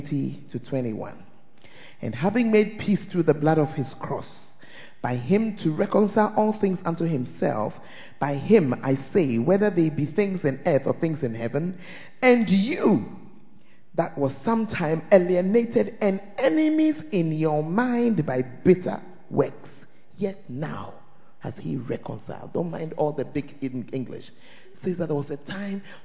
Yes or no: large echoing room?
yes